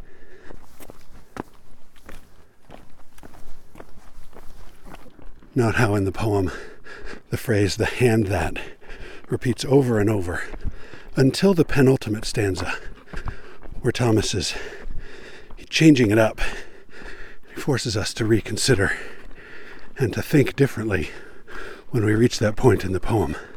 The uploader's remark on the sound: Redorded on location on the trail to Corona Arch outside Moab, Utah, in May of 2022. Some members of my family were with me, and I recorded in snatches while we were hiking—which is why there is some heckling going on.